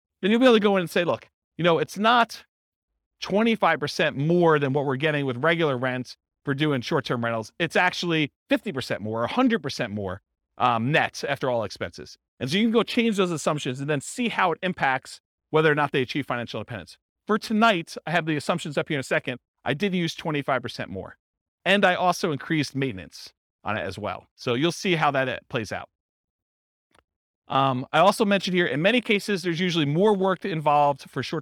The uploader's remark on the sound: This was a live class recorded